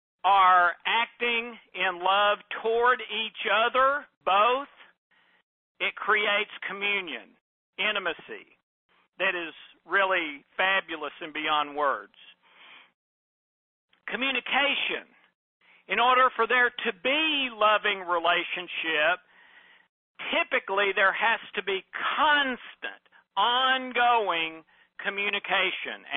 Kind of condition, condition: link, phone line